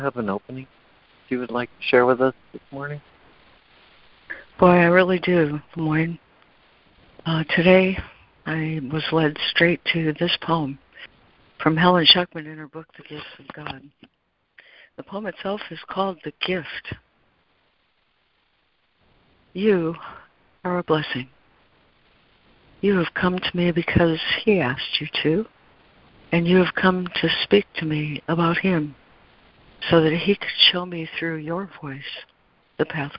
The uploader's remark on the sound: ACIM Daily Conference Call